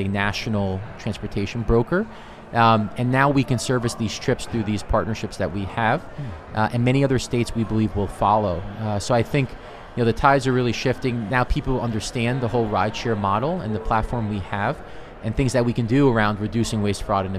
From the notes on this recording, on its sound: Recorded at HLTH in Las Vegas.